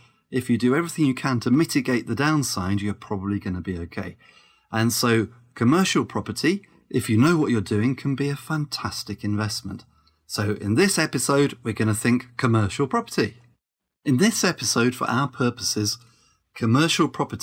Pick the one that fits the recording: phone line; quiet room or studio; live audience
quiet room or studio